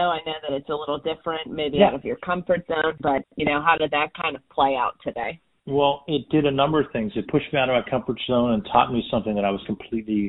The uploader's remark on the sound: a quick phone interview